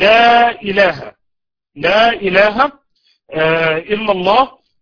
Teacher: لأن لا إله دي مد منفصل واضح، أدي اللام حرف المد وبعده همزة القطع · Term: مد التعظيم